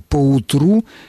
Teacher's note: ударение имеет, как мы видим, на последнем слоге